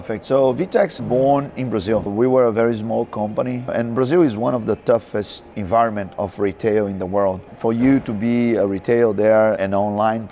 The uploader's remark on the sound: Live from ShopTalk